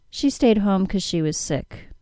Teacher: The informal version of because is the single syllable cuz. This is simply because with the first syllable removed. You'll sometimes see it spelled as apostrophe C-U-Z.